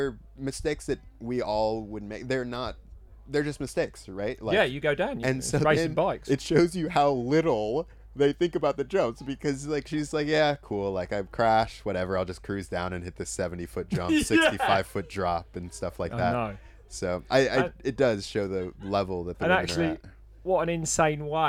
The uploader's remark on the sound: On-site at Hardline Australia.